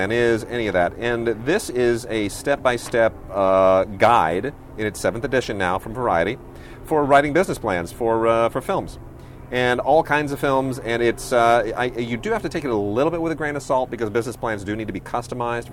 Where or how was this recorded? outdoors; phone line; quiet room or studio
outdoors